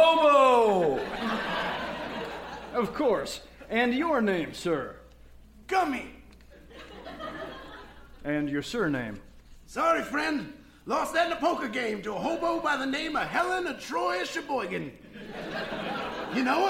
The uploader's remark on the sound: Recorded Live 9/10/2010 at Largo, Los Angeles.